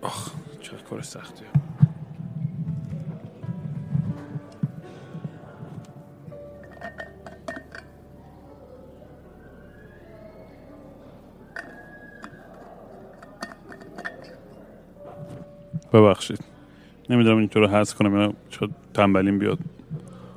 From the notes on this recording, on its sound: Once again I am at an airport rambling nonsense into the microphone.